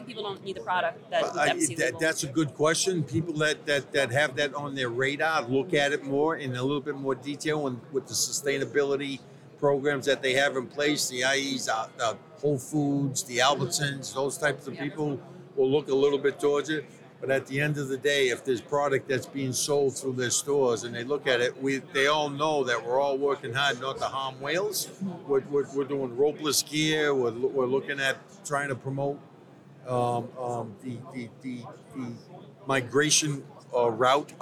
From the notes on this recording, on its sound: Live at the Boston Seafood Show. At Seafood Expo North America.